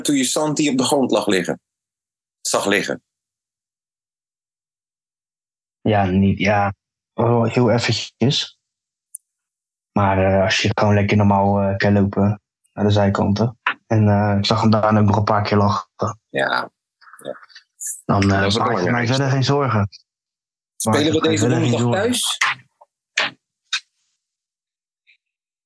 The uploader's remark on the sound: ZOOM CALL.